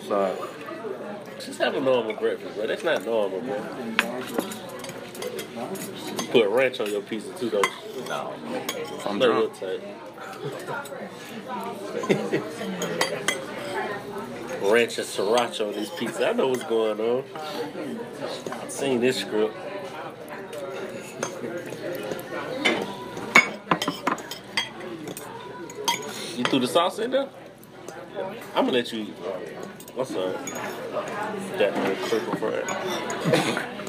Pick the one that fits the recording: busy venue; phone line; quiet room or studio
busy venue